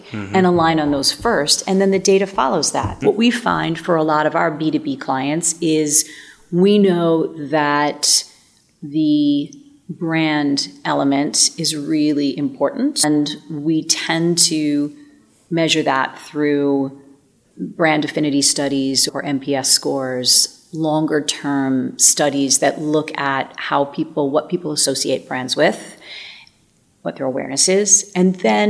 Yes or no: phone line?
no